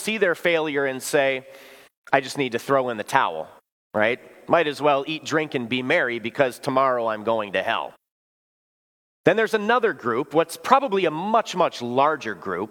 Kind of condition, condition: setting, large echoing room